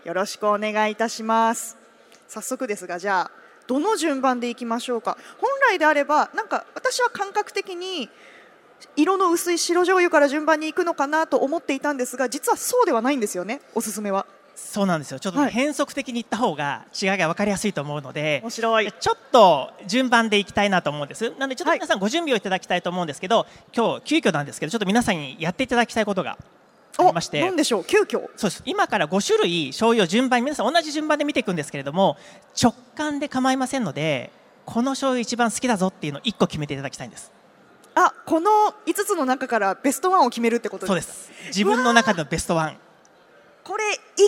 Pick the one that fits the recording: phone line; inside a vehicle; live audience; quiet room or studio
live audience